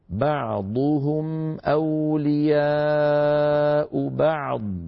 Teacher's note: فالعين تبقى ساكنة ولا تهتز ولا تميل إلى الكسر، يعني ما نقول مثلا بعض، والضاد أيضا لا يأتي بعدها